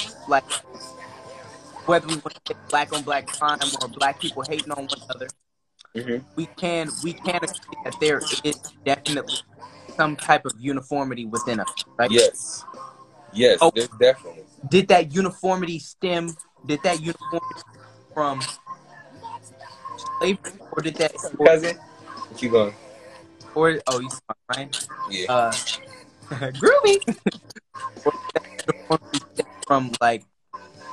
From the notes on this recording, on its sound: This episode was originally done via Instagram Live